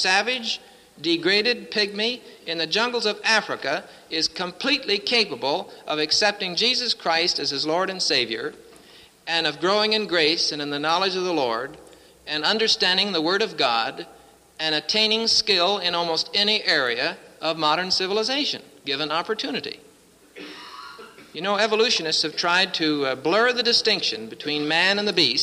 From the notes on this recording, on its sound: presented at Winona Lake Bible Conference 1966